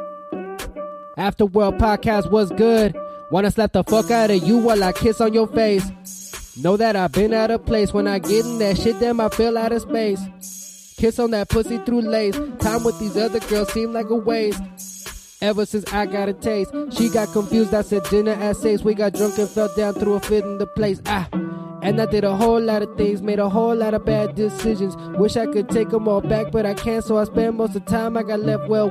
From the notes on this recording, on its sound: recording out of Thunder Canyon brewery